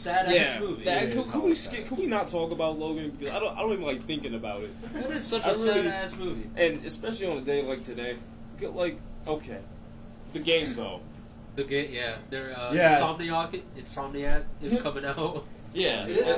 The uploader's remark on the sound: Just a disclaimer the audio might be trash since we recorded it on a PS4 Headset for the microphone.